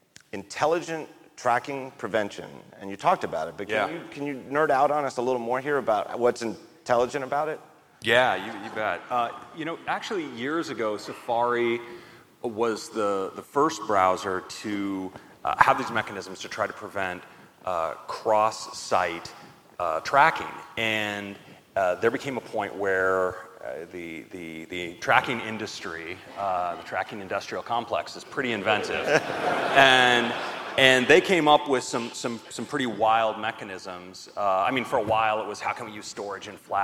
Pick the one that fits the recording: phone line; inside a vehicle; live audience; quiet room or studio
live audience